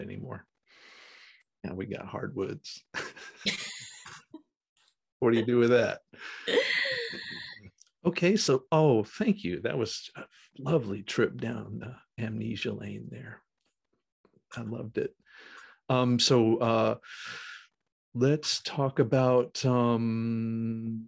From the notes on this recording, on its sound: Recorded 10.29.2021 from NC & NJ on Zoom